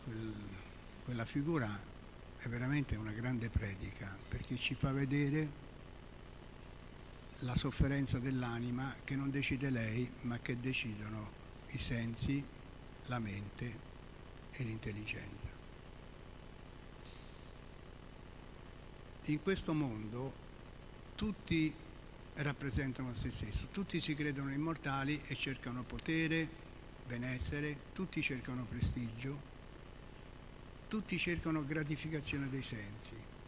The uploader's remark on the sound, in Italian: in diretta dal Tempio di Villa Vrindavana